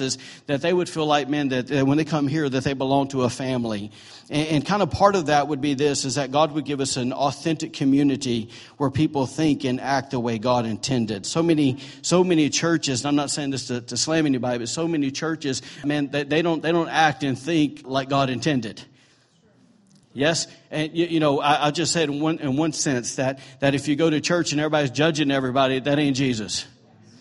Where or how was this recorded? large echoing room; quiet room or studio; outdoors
large echoing room